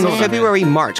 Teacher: Can February March ってマーチを上げることによって動詞だよって言ってるんですよ